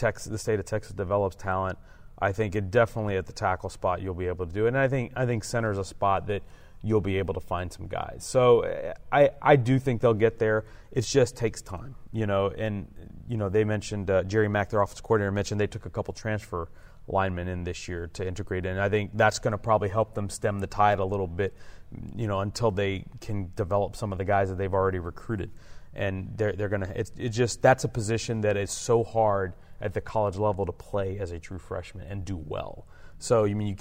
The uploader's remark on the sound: Live from THSCA Coaching School